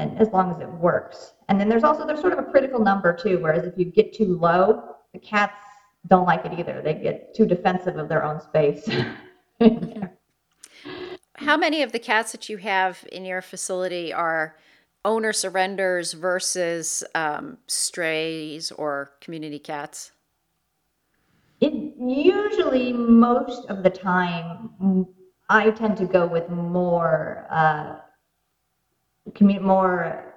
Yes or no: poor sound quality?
yes